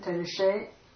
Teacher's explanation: se becomes she because of the U